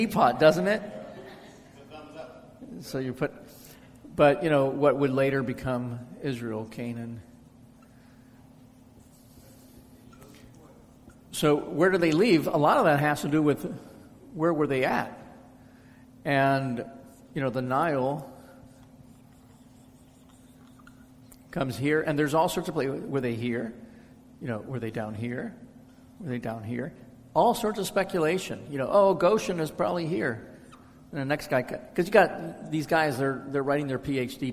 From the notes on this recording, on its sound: Answers questions from the audience.